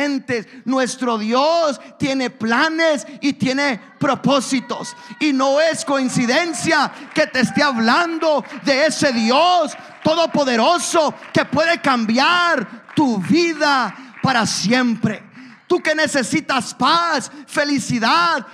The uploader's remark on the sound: a service recording from Connect Point UPC